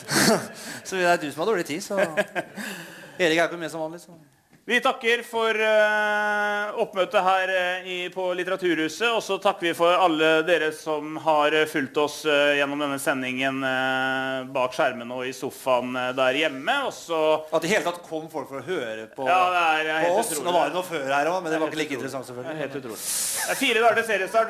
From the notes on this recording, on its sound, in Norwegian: Livepodkast. Forsøkte seg på en live-podkast fra Litteraturhuset.